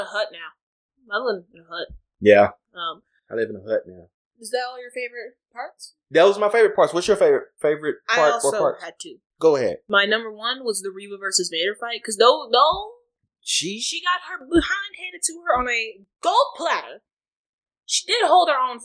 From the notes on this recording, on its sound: We could have edited it out but…eh. There are some audio issues in this one.